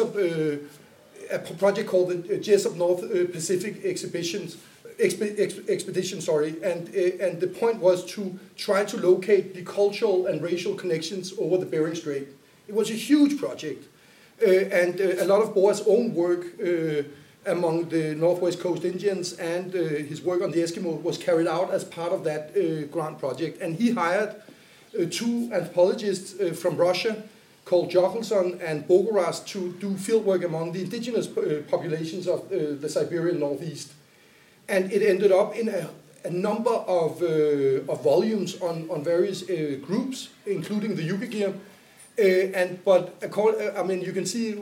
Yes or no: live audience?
yes